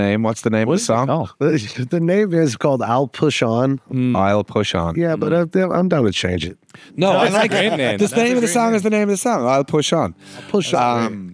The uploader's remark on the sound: Featuring a performance of the piece at the end. Recorded live in New York’s West Village at the Olive tree Café during business hours.